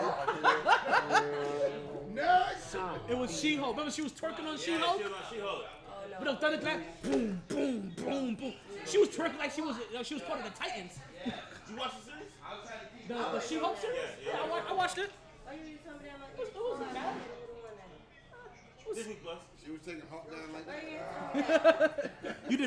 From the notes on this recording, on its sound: Live from Sharkeys